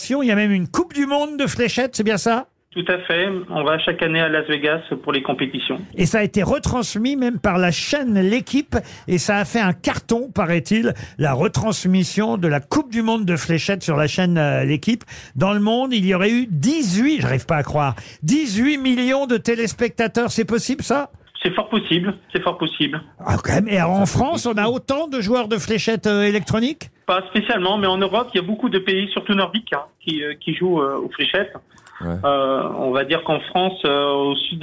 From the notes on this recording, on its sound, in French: au téléphone des Grosses Têtes